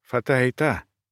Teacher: Конечным ударением усеченного слога, а также ударением в середине слова. Потому что венецианец делает в этом слове перкуссивное ударение на эхе сдвоенных слогов. Та-та.